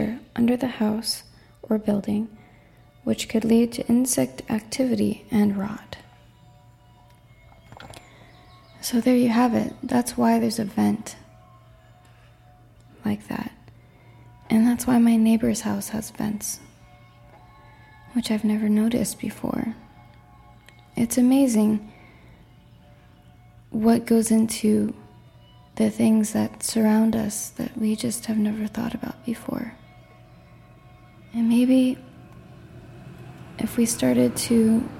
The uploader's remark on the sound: I describe what I’m looking at while sitting in my car, parked at Nickerson and Annie.